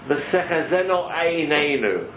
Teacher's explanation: But clearly the tradition we have is that the Sfardim who pronounce the ayin are the most correct, and it needs a lifting of the top of the tongue to the top of your palate to create a sound which might sound a bit like a click to us Ashkenazim.